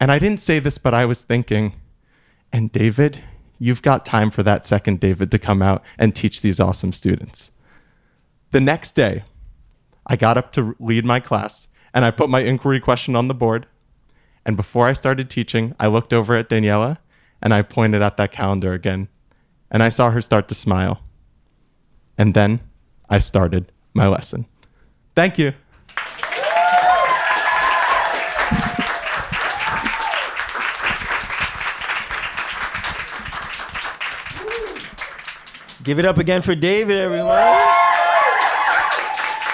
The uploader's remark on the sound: A Live Show. Recorded in front of a live audience.